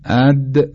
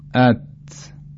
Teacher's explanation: مثال دیگه که میتونیم برای حروف جهر و همس بزنیم حرف دال و ته هست که در مقایسه با هم جوهردار بودن و بی جوهر بودن صدا رو کاملا حس میتونیم بکنیم